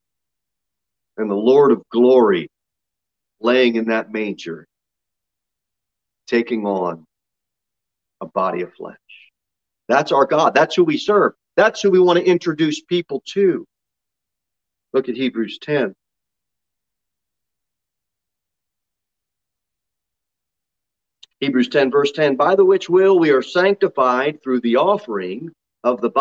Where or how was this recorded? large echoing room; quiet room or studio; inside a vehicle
large echoing room